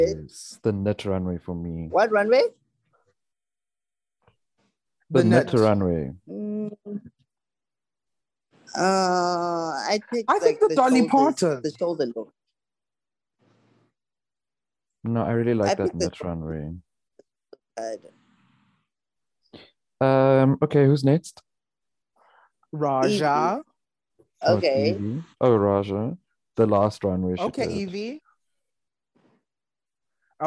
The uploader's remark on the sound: join the zoom call one last time